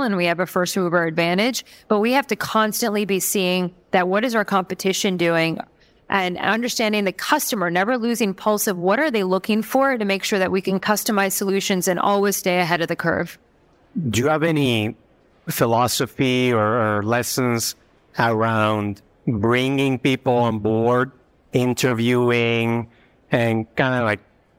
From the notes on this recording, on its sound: Fintech Nexus New York for a live conversation. In this episode, I head to Fintech Nexus New York for a live conversation.